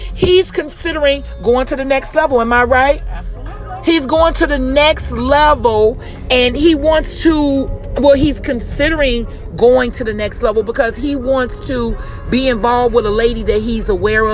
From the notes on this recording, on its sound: THE CONVERSATION IS DEFINITELY A FREESTYLE DISCUSSION WHILE DRIVING. THIS EPISODE IS REAL & UNCUT.